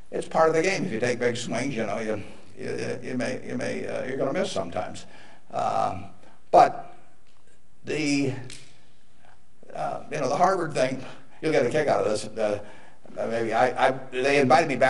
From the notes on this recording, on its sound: motivational speech at University of Nebraska